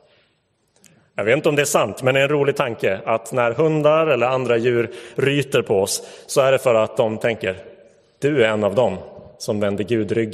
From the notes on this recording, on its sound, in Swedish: Inspelad i Roseniuskyrkan den 4 september 2022.